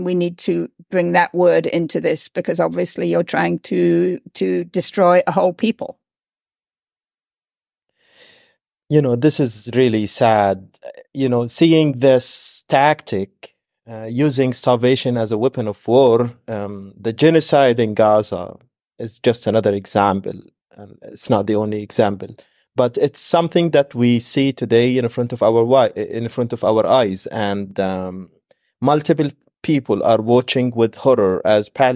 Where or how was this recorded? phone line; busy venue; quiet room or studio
quiet room or studio